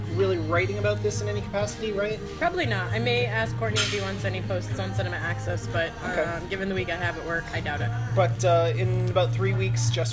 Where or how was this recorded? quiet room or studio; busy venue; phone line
busy venue